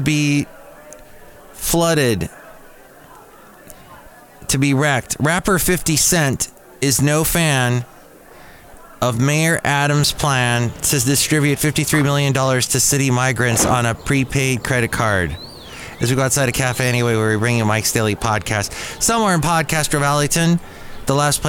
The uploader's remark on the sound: podcasts live from Café Anyway